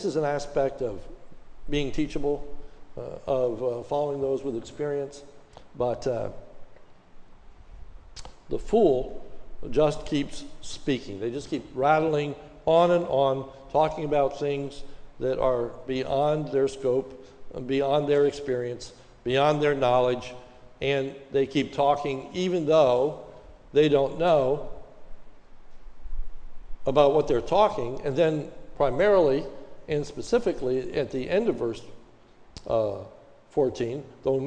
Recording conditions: large echoing room